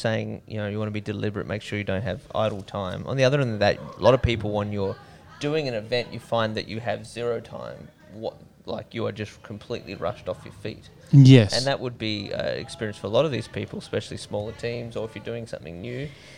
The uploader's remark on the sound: Recorded live during the setup for Colour Conference in Sydney Australia.